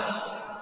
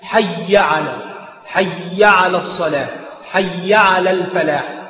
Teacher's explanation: فيأتي بالغنة ها هنا في الياء على هذا النحو مع الكسر، والصواب الفتح